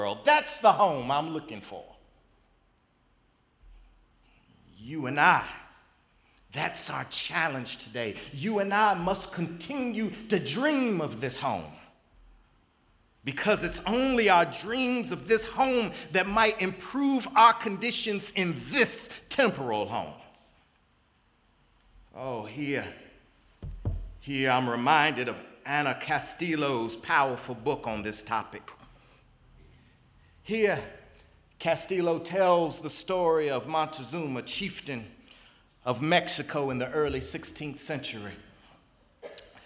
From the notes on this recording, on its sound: in the Memorial Church at the Knafel Center